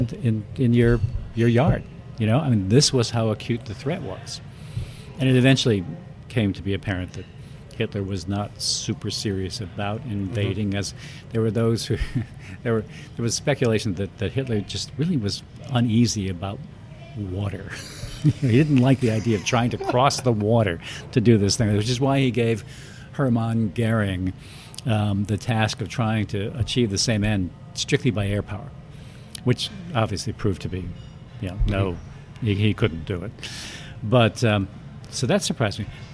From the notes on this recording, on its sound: recorded at Legends in NYC